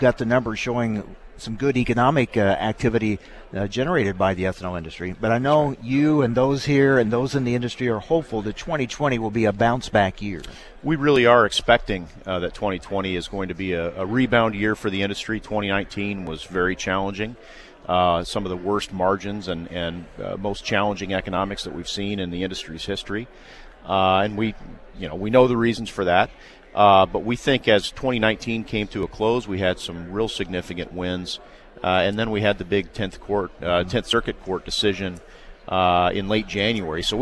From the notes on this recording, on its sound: from the National Ethanol Conference in Houston